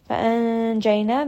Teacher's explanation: Merge or hide this نون ساكن within the مخرج of the next letter. · Term: إخفاء